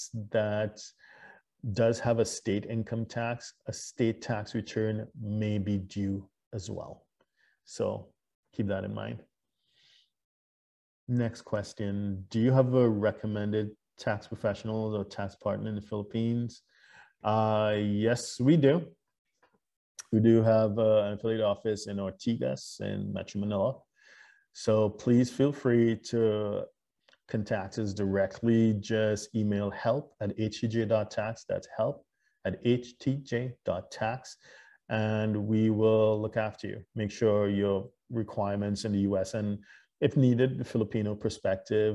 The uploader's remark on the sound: LIVESTREAM. For those joining us on Zoom.